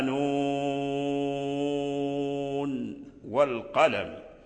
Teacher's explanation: فلم يدغم النون في الواو · Term: الإظهار